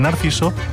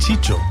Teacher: muchas veces el sonido C o S pasa a ser Che